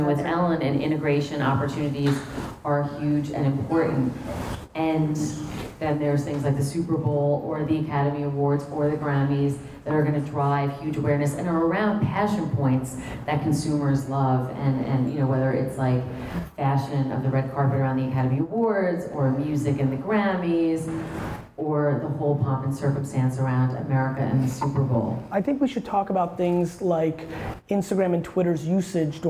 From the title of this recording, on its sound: Speaking On A Panel At Knotch